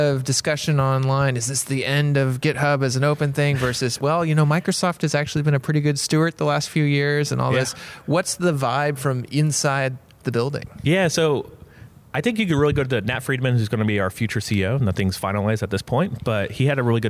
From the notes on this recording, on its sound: on location at Fluent/Velocity